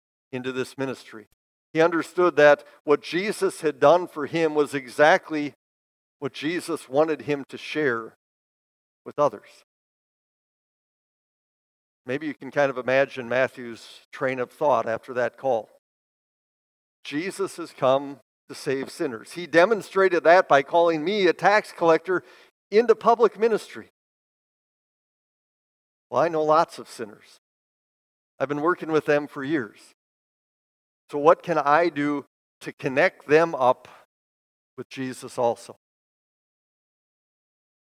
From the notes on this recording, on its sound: Bethany, Appleton, WI. Preached this sermon at Bethany's Sunday worship on June 18, 2023.